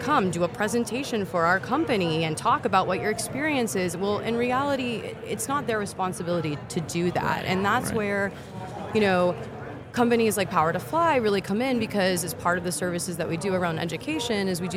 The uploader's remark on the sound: Recorded with Oleeo at HR Tech 2023. This is a special mini series recorded with Oleeo at HR Tech 2023.